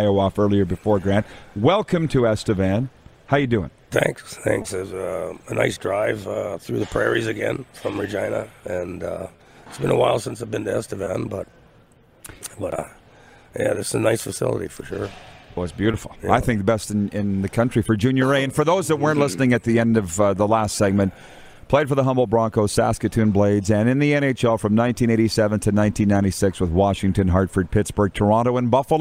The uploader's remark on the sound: LIVE from the city of Estevan, Saskatchewan for the 2022 CJHL Centennial Cup Junior Hockey Championship